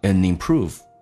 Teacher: And 跟 improve 可以有个连音，一般 ND 组合把 D 去掉用 and 进行连音